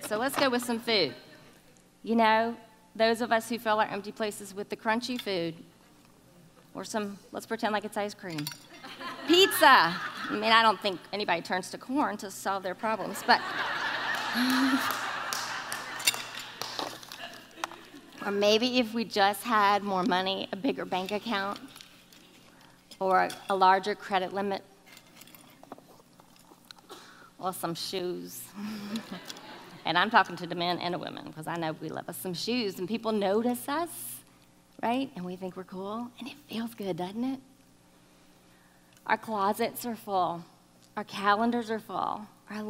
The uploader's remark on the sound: keynote talk from August 2019